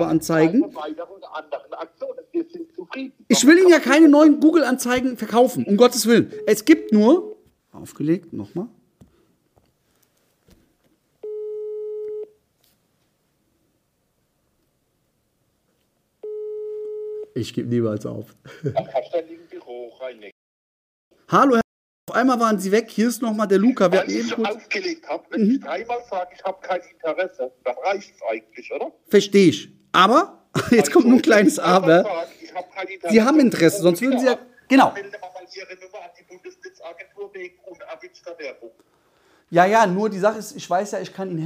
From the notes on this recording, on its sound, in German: Live-Telefonie | Uncut. Aus 5 Cold Calls einen Termin vereinbart.